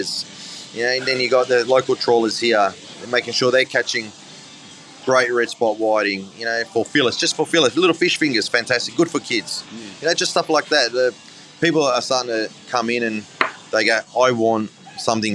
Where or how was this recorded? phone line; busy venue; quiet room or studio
busy venue